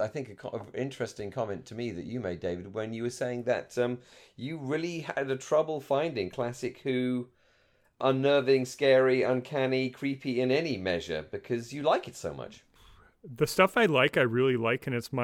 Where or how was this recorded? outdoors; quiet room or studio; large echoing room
quiet room or studio